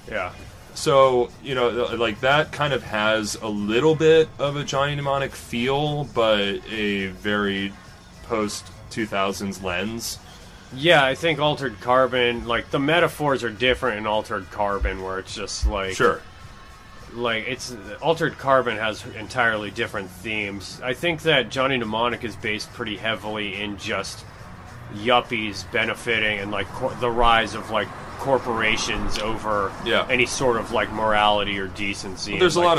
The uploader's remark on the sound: before the Midnight Mic at Funhouse Lounge in SE Portland